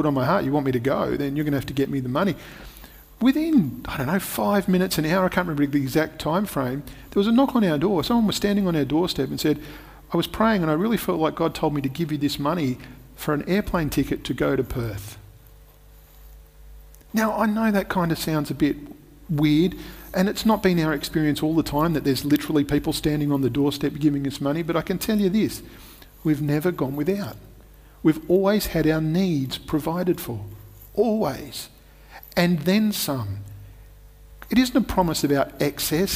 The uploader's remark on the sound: Recorded at Restore Church on August 8th, 2021